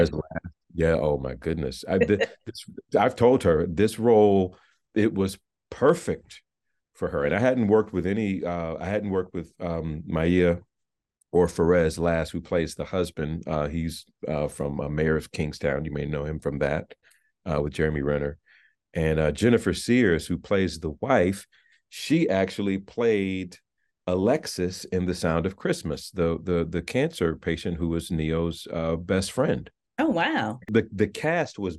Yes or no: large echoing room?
no